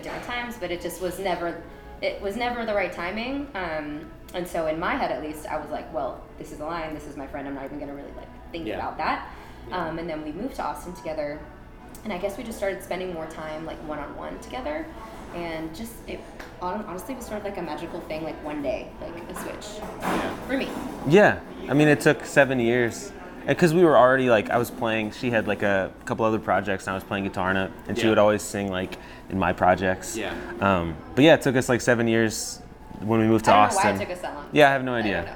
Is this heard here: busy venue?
yes